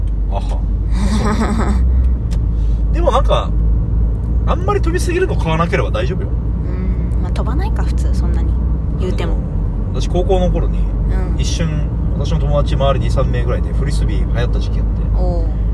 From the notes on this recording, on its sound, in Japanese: ドライブ中に録りました